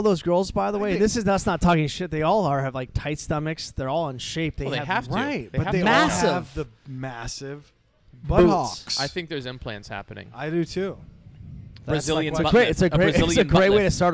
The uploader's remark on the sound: Live from 14 Cannons. Brewery. Losangeles.